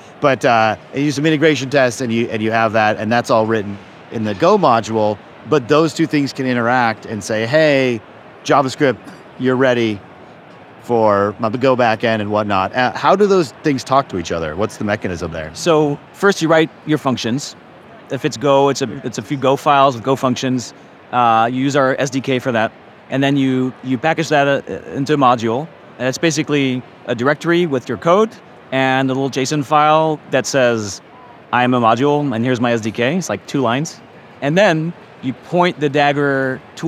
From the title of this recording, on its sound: Live From KubeCon 2023